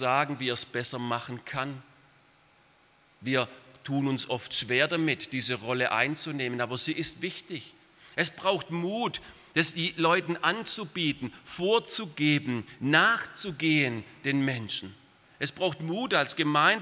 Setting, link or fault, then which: setting, large echoing room